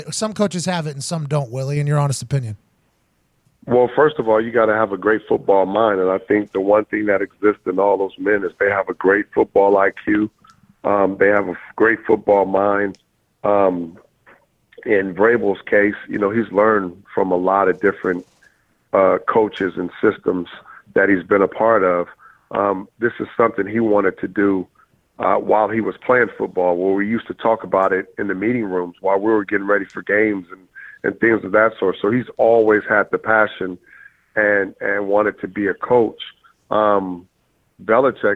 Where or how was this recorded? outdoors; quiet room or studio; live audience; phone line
phone line